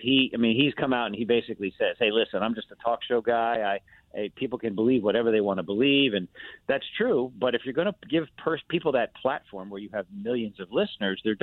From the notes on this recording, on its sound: Called.